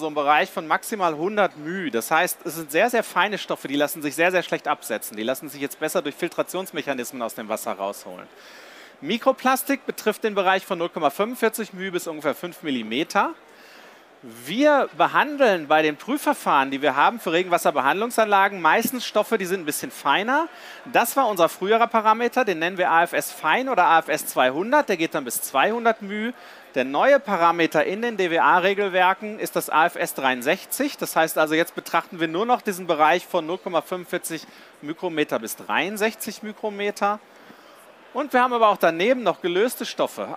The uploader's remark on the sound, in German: live von der GaLaBau Messe 2022.